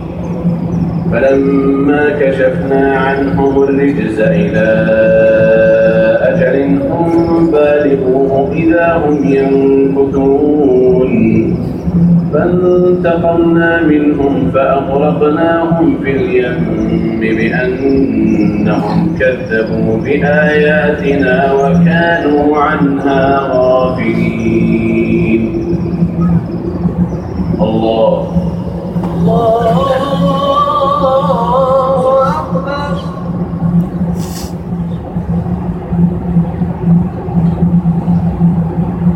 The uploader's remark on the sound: Live recording of Fajr Salah Masjid Al Haram Makkah Al Mukarrama on Feb 1, 2015